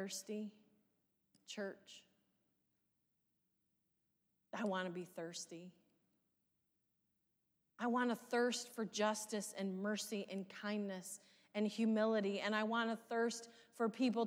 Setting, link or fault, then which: setting, large echoing room